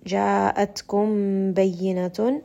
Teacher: we have a merging of the ميم and the باء so make sure that you are bringing this up into the nose spending a bit of time جاءتكم بينة من ربكم